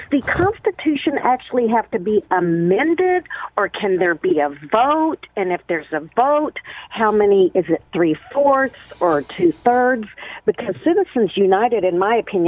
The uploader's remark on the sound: answers listener phone calls